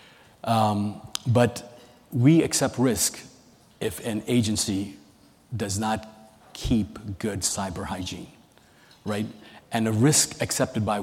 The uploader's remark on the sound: a keynote session from ACT-IAC's 2023 Emerging Technology and Innovation Conference